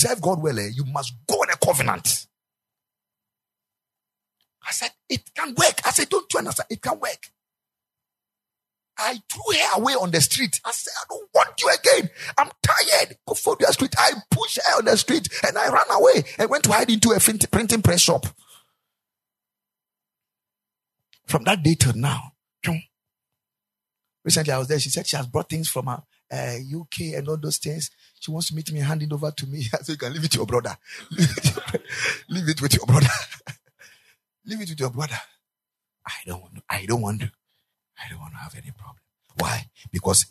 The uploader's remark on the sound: Preached at the Ekklesia Chapel